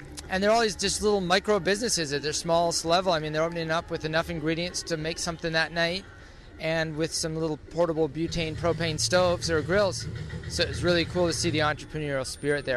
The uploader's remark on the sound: While strolling around Victoria Park near Commercial Drive during Car Free Fest Day